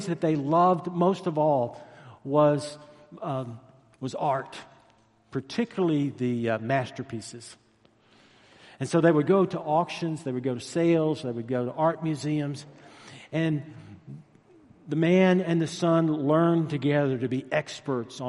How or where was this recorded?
large echoing room